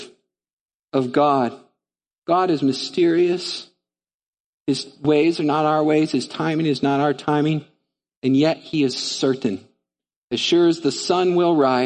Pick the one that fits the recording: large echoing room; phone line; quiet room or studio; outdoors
large echoing room